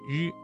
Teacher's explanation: 然后突然放开，形成爆破音。要注意区分吃和呲的发音，前者是翘舌音，后者是平舌音，发音时要有明显的爆破感。再来看湿，湿的发音位置也是舌尖要抵住或接近硬腭的后部，发音要点是舌尖翘起，靠近硬腭后部，形成狭窄通道，气流通过时不形成完全的阻塞。要注意和嘶的平舌音区分开，保持舌尖的翘起状态，确保摩擦声的清晰。再来看日，发音的时候舌尖要微微卷起，靠近硬腭前部，发音要点是舌尖卷起接近硬腭前部，但不完全阻塞气流，形成轻微的颤音。要注意不要把日的发音和英语中的字母 R 相混淆，普通话日的声母接近于一种轻微的颤音，而非滚舌音。在练习这些翘舌音的时候，最重要的是要掌握舌头的正确位置和形成狭窄通道的能力，以确保声音的准确和清晰。大家在练习的时候可以通过镜子来观察舌头的位置和形状，反复练习，直到能够自然而准确地发出声音。此外，听力辨识也非常重要，多听标准发音并模仿，就可以有效地提高发音的准确性。跟着到来中有中国节目继续。这个天